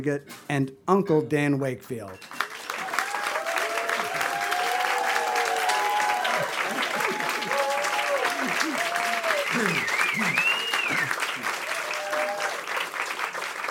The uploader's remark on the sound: Recorded live at the legendary Red Key Tavern, January 2, 2017.